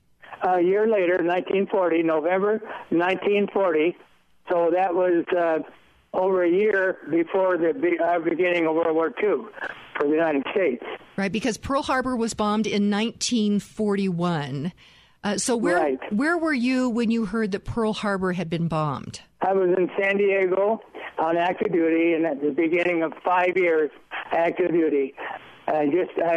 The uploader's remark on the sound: by phone